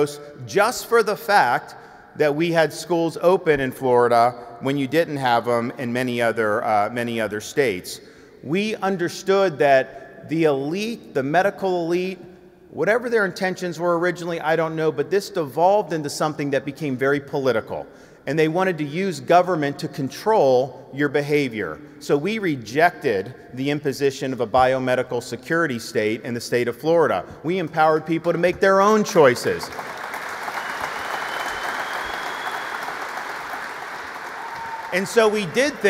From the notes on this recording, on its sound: our in-person event